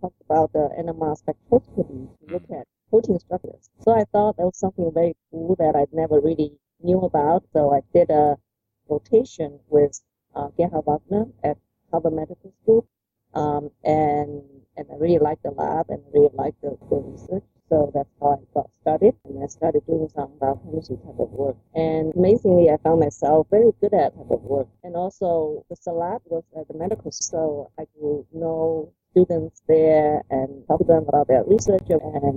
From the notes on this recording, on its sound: We had some technical difficulties during our interview. The audio quality is not as good as it should be.